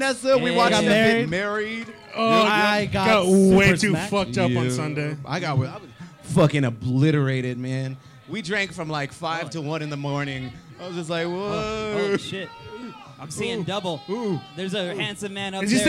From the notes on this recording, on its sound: live from 10 Sports Bar and Grill